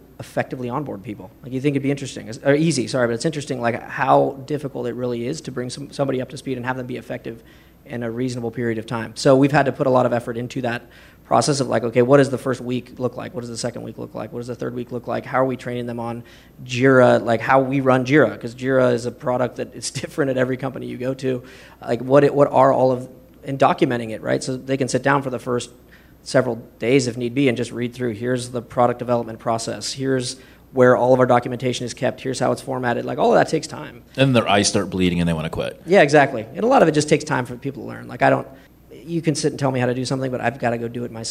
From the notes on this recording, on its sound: This is the audio recording from the live event on 6/2/2016. ProductCamp.